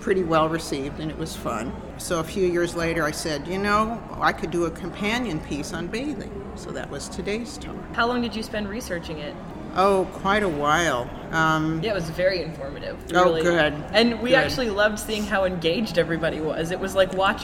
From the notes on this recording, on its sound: Interviews at the JASNA Southwest Spring Meeting. Report LIVE (somewhat) from the Jane Austen Society of North America Southwest conference.